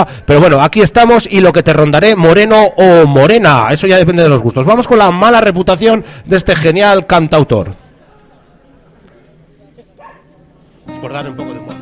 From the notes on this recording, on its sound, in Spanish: Retransmisión en directo desde la plaza de los juzgados en solidaridad con los vecinos de Gamonal.